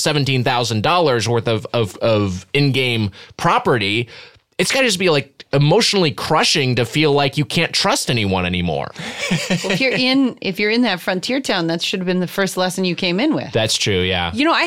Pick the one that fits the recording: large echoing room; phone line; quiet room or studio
quiet room or studio